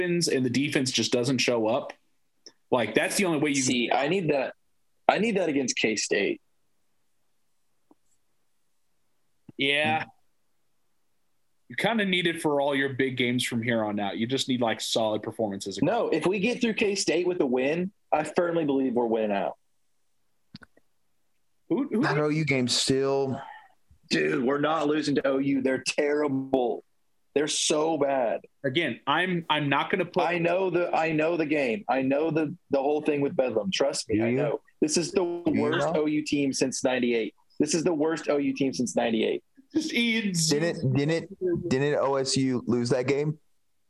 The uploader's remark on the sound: This is our first podcast via Zoom.